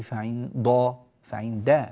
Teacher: فعند الله رقق الدال، لا تقول فعند الله، فعند فعند رقق الدال أيها الفاضل بارك الله فيك.